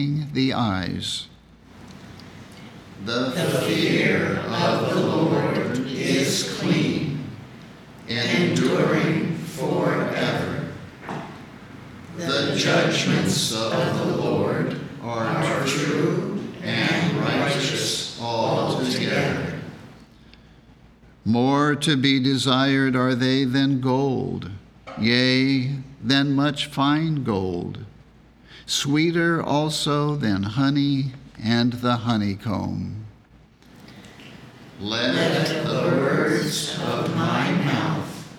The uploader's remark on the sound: The Sunday service audio from August 13th, 2023